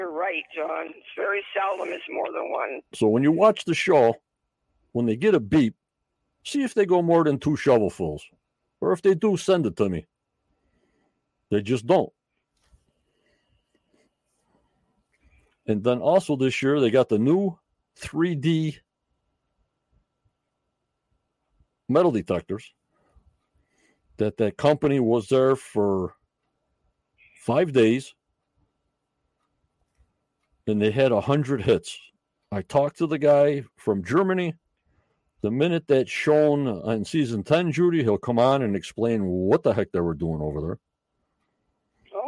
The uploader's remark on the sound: on the phone with me